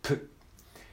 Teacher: 唇をこう、プってこう、スイカの種を飛ばすように、プっていう風に発音します · Term: P